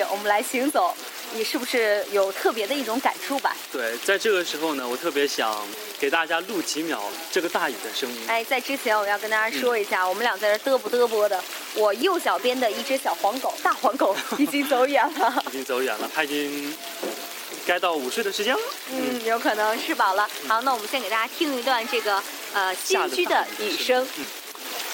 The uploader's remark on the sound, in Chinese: 仙居，捡来的秘密基地。身临大自然为大家录制的节目。这也是#假电台#第一次走出去主持节目。